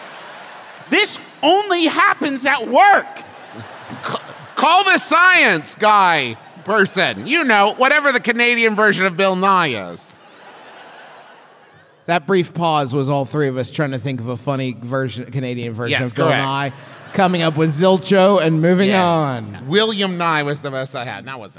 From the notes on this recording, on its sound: Live from Detroit, MI, it’s our best show ever for no reason at all.